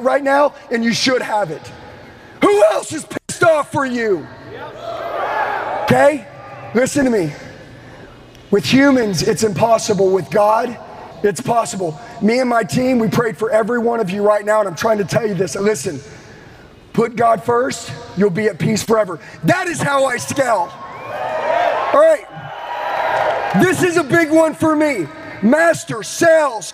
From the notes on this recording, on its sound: LIVE at the Limitless Conference in Salt Lake City. Delivers a powerful message to a live audience of thousands of entrepreneurs and business people.